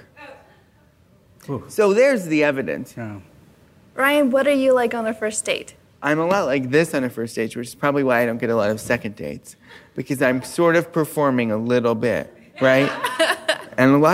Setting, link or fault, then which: setting, live audience